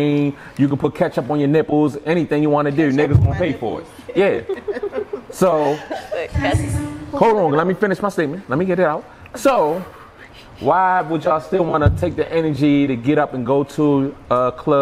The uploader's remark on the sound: We back live from THE-O Oasis strip club in Baltimore, MD.